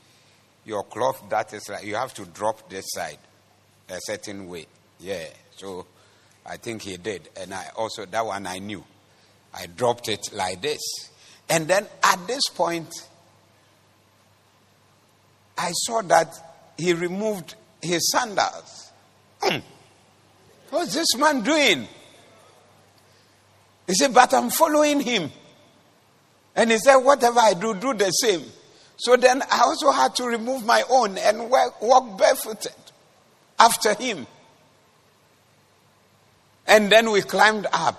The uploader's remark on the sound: Preached at the Doxa Service 20012024